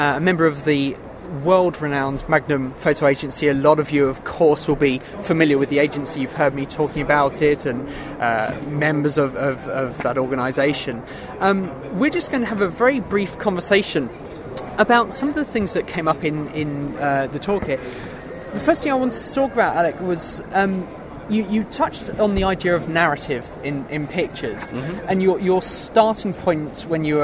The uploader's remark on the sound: a couple of conversations recorded earlier in the year at the Photography Show